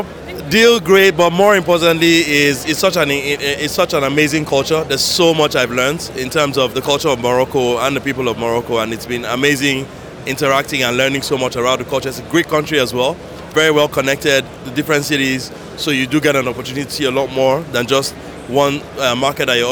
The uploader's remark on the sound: Live conversations from the GITEX AFRICA Morocco tech startup showcase. This month's special #APSVibecheck Podcast episode features live conversations from the GITEX AFRICA Morocco tech startup showcase.